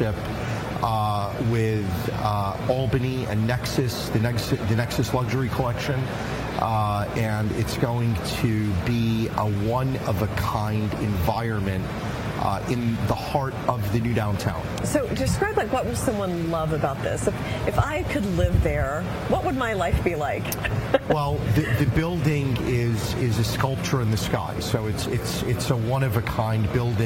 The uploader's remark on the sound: live on the street today